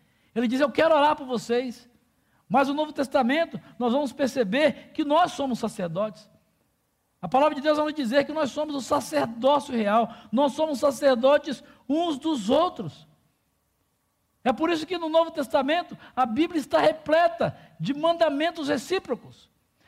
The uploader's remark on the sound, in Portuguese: durante a Celebração ao vivo da nossa comunidade